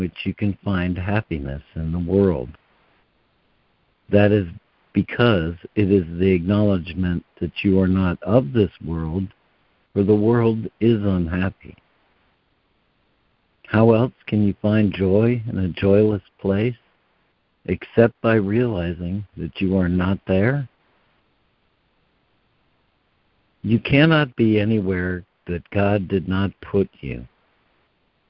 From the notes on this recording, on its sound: ACIM Daily Conference Call.